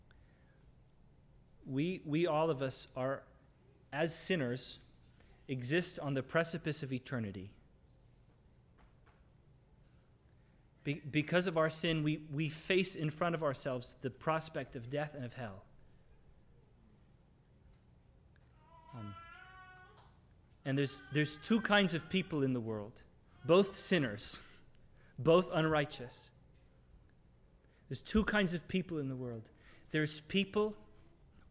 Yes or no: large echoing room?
yes